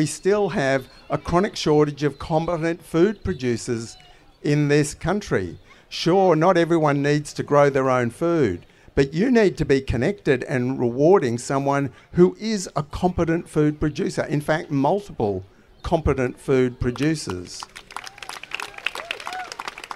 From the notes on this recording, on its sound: This episode is the final live headline conversation from Renew Fest in May.